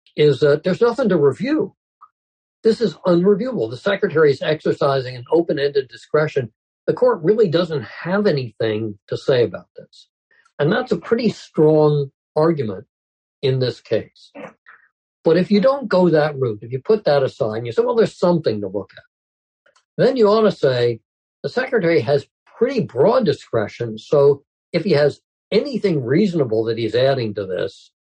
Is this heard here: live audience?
no